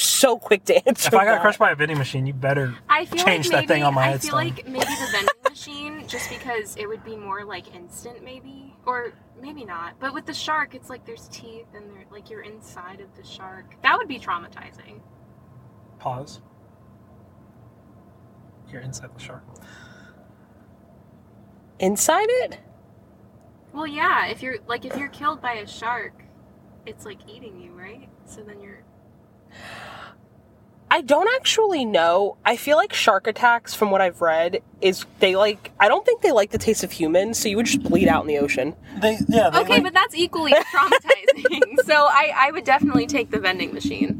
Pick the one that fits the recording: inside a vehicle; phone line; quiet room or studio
inside a vehicle